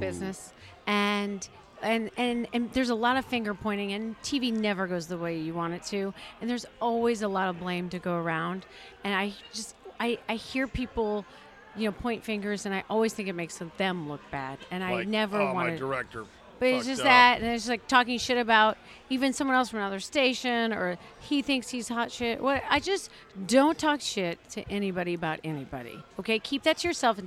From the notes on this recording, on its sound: Recorded at DC Prime Steakhouse in Ashburn, VA.